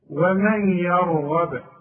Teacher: والغين كمان مدام مفتوحة تبقى مفصمة ومن يرغب وانت لاحظت ان انا قلقلت الباء هي مضمومه بس انا وقفت فلازم اقلقلها